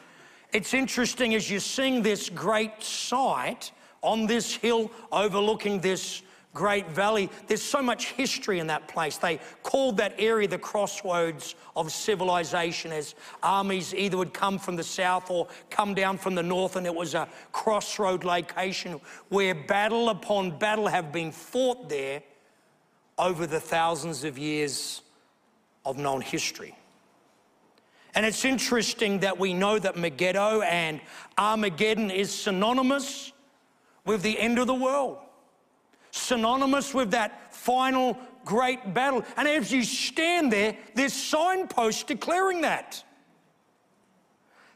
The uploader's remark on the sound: A sermon preached at the Potter's House Beechboro, Western Australia.